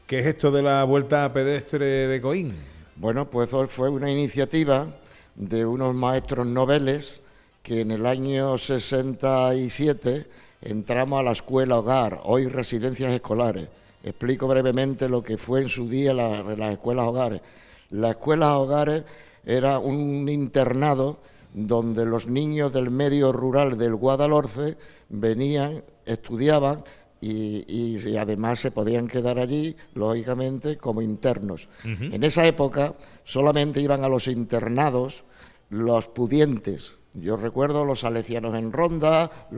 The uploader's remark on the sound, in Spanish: Gente de Andalucía en directo desde Coín en Málaga